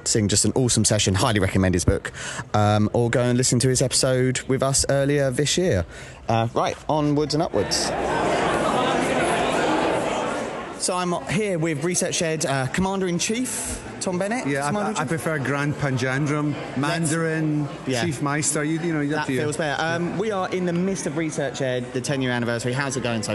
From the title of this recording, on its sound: LIVE from ResearchEd 2023